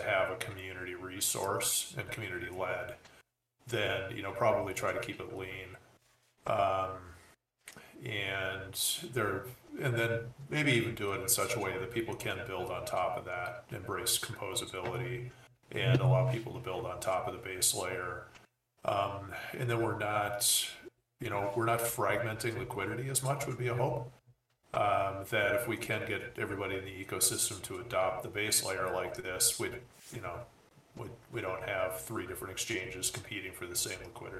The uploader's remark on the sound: This is a recording of OpenBook's first community town hall. The quality is not great due to faulty settings resulting in an echo, but apparently it's the only recording.